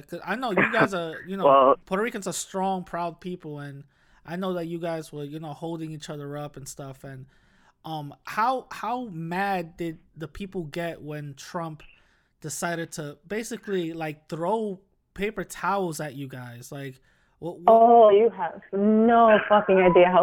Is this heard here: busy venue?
no